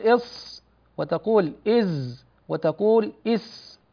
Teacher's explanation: والعلماء رحمهم الله تعالى اتفقوا على أن هذه الأحرف تخرج من طرف اللسان، لكنهم اختلفوا في موضعه من الثنايا، فقيل السفلى وقيل العليا وقيل بينهما. والصاد أدخل، والزاي أخرج، والسين متوسط. ولعل الأقرب في وصف هذه الأحرف في وصف مخرجها أن يقال أنها تخرج من بين رأس اللسان والثنيتين العليين، أعني صفحتيهما الداخلتين، ولا يتصل رأس اللسان بالصفحتين بل يسامتهما أي يقابلهما، تقول إص وتقول إز وتقول إس.